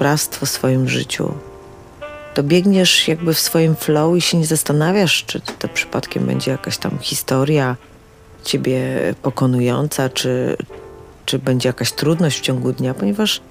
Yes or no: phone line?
no